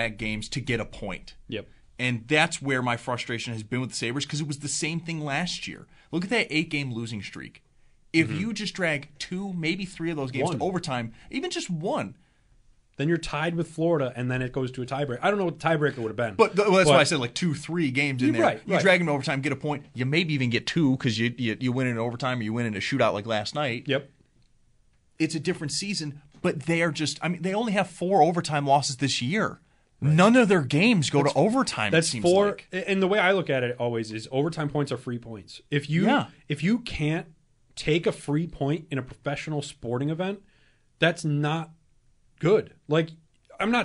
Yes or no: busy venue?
no